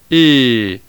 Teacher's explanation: Long E is pronounced E, like the vowel in the German word Zeit. Try to keep the sound pure, so that it does not become a diphthong, as in the English word say. The Latin sound is relatively closed and long.